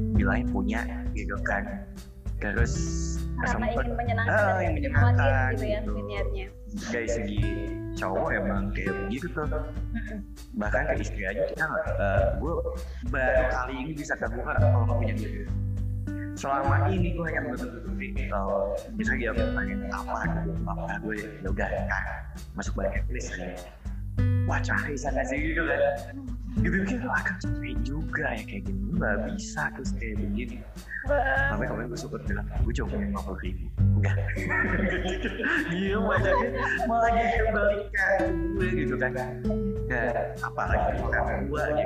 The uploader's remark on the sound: zoom talk